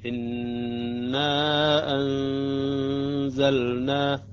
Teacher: المقدار الذي أتأخر عليه على النون المشدد في إنا، وأنزلنا مقدار حركتين